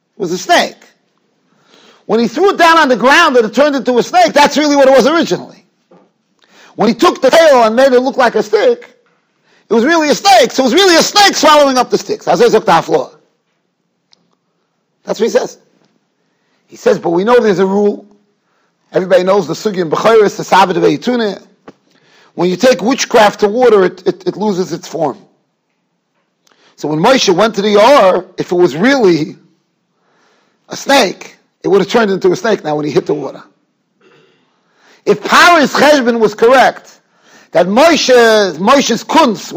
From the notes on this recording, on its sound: Shiur recorded in Yeshivas Ohr Reuven, Monsey, NY.